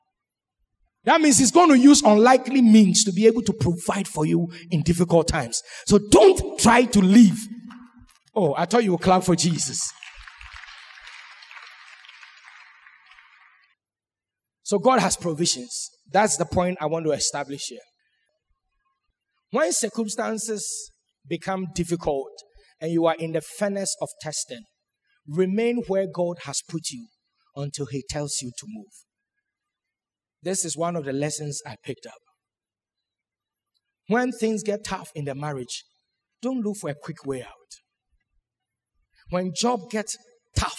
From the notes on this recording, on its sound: Sermon preached at CBC Shiashie Campus